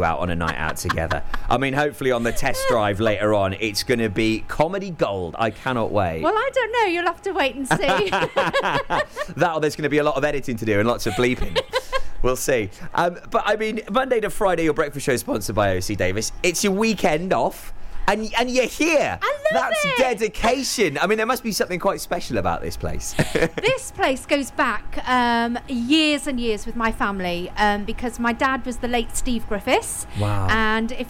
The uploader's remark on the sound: Live from OC Davies Roundabout Garage, Neyland